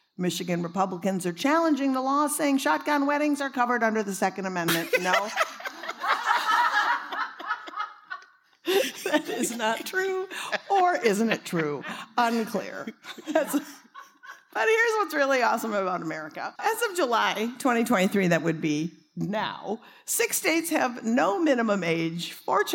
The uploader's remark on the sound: Live From Netroots Nation. Recorded live back in July at the Netroots Nation gathering in Chicago.